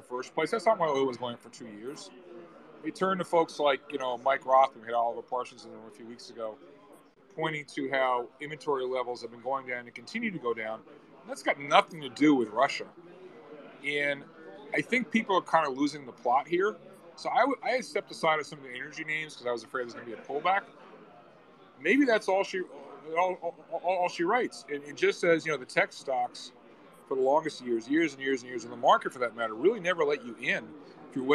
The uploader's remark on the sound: Live from Sally’s Apizza